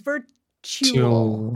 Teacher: I get a T next to a U sound or a Y sound, it ends up sounding like ch, as in chocolate.